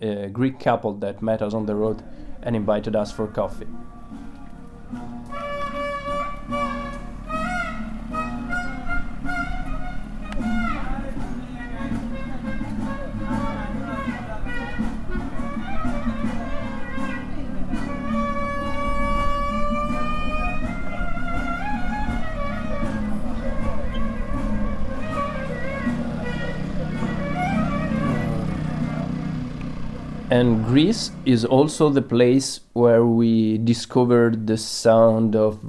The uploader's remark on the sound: The very first podcast from our bike trip, our soundscape for the first two months of riding across Balkans, Greece and (a little bit) of Turkey.